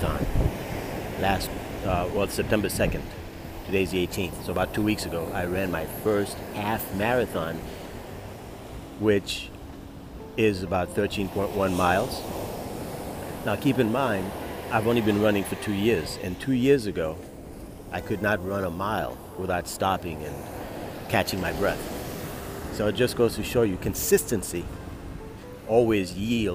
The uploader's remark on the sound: Live at the oceanfront